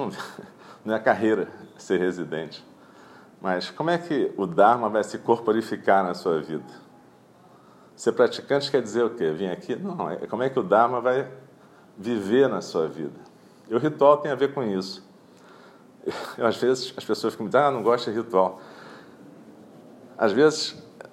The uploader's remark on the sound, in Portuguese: gravada durante a prática matinal de 25/11/2017 em Eininji